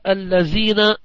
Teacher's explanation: ومن اللحن قراءة الذين بالزاي كمن يقرأ الذين، هذا لحن، وهذا اللحن في القرآن حرام، لأنه يخل بالمبنى أي اللفظ أو الإعراب.